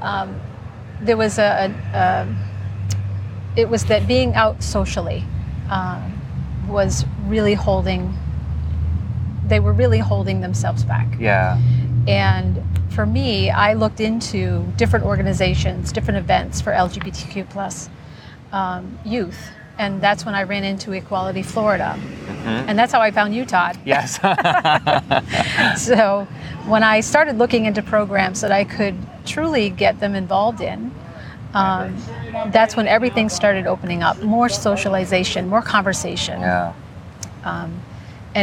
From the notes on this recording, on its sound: In a sit-down conversation at Anniversary Park in Downtown Hollywood for the upcoming My Hollywood Pride Festival.